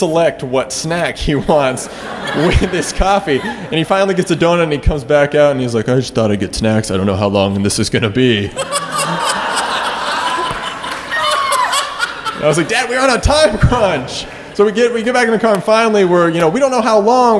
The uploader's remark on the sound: Live From Austin! Live show in the city that keeps it weird, Austin, Texas.